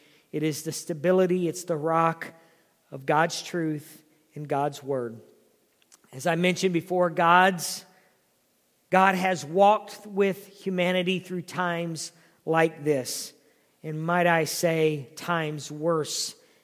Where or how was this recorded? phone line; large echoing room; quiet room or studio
large echoing room